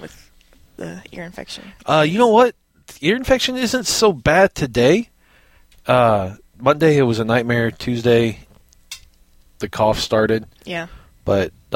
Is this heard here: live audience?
no